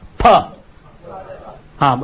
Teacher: Not the English way we say father. Not with the teeth and the lip. It has to be said purely with the lips. · Term: Sanskrit pha